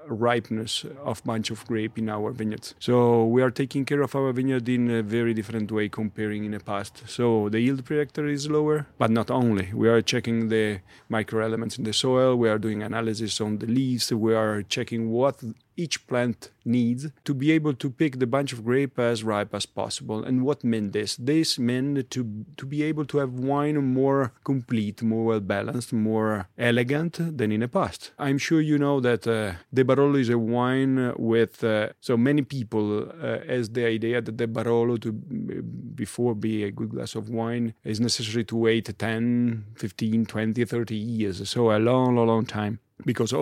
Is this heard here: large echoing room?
no